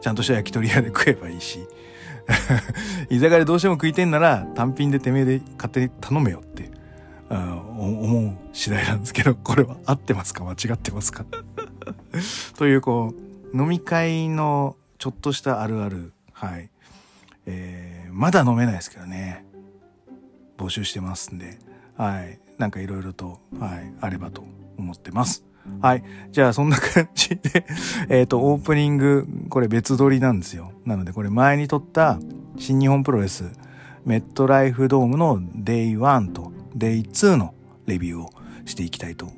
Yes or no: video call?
no